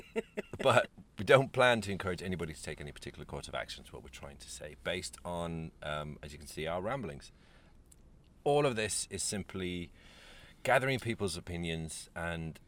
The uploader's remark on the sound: Trapped in a Van in McDonalds Carpark